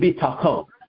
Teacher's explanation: The accent is on the last syllable. And in Hebrew, actually Aramaic, it's called milara, from below.